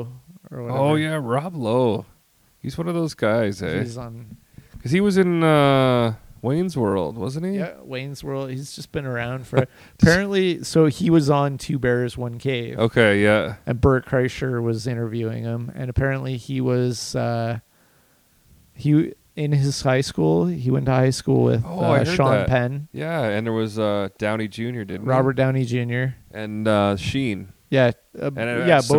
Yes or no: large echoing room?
no